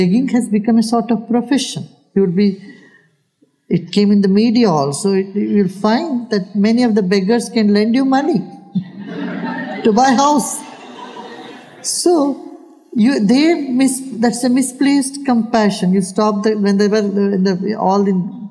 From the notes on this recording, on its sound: he takes questions from the audience